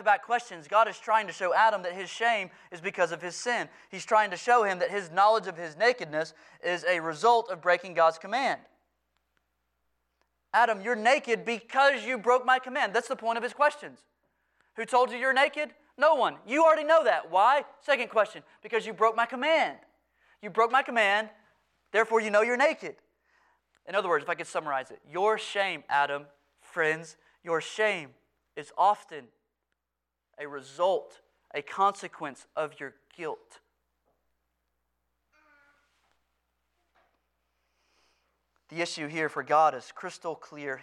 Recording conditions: large echoing room